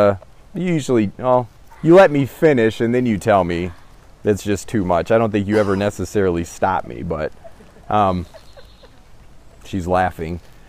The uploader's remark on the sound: Christ In Me (backyard sermon). Recent sermon preached during Agape’s annual “backyard gathering”.